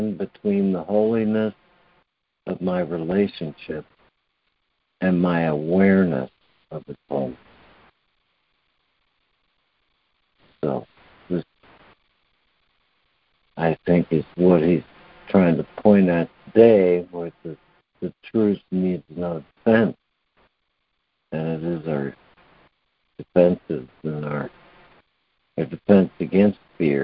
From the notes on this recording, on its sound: ACIM Daily Conference Call